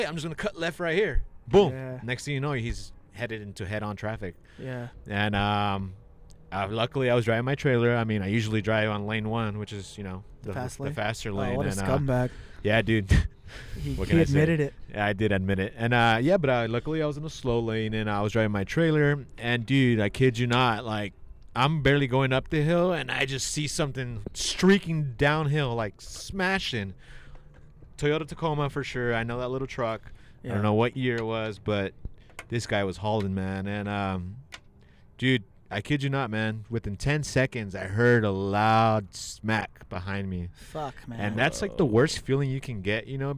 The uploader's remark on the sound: Coming to you live from the track side.